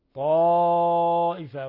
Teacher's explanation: ولا يخفى تفخيم الألف تبعا لتفخيم الطاء، لأن الطاء حرف إطباق وحرف استعلاء